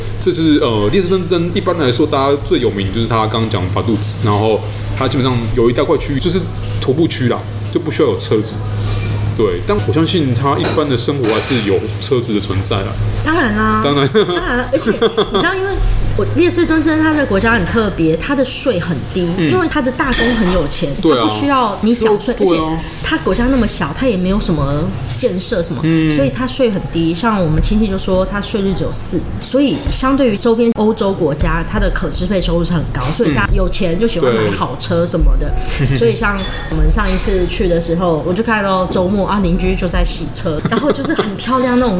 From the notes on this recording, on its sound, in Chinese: 本集白噪音指數：蚊風級 1/5。錄音地點： Leisure Cafe。